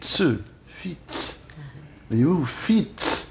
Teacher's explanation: On prononçait ce qu'on appelle une affriquée tse, fits.